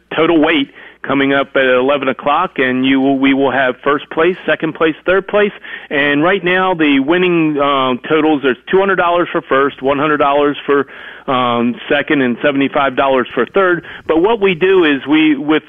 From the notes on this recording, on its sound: Takes calls and reads out insightful texts from the audience. Broadcasted from the Par Mar Stores Studio.